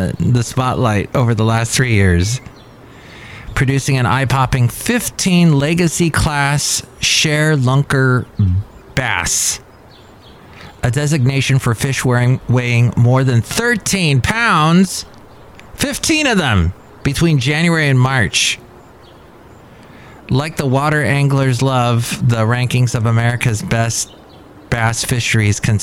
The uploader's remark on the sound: podcasts live from Café Anyway